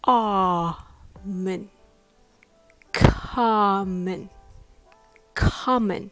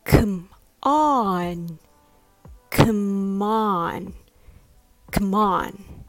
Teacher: Common has the stress on the first syllable, con. And come on has the stress on the second syllable, on. So in both cases, the stressed syllable is pronounced more open.